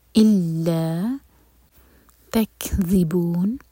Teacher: کاف ساکن پر ہمس اور پھر ذال ناٹ ز اور ان میں مد عارض لسکون.